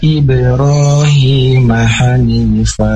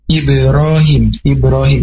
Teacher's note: ada huruf ba mati termasuk dengan qalqalah, jadi bacaannya harus dipantulkan